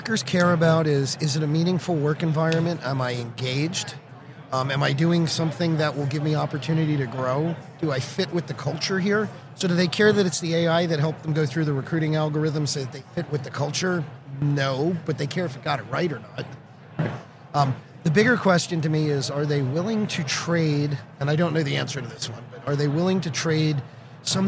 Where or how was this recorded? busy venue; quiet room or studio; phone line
busy venue